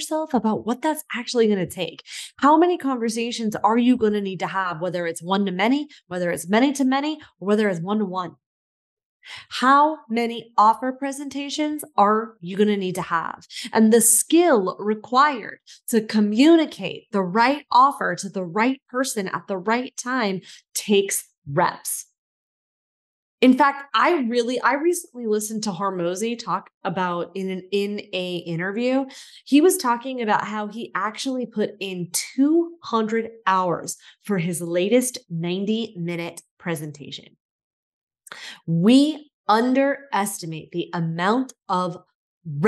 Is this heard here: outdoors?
no